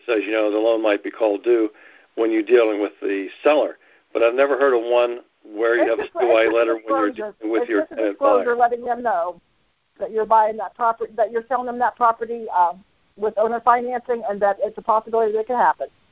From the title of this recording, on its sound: Gold Club Q&A Call